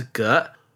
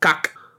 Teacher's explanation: said in Mandarin as ge, while in Middle Chinese, with the glottal stop, it was kak